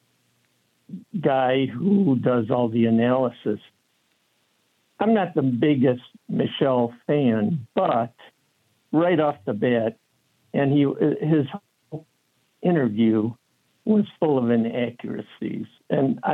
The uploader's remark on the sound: we take your calls in open phones across America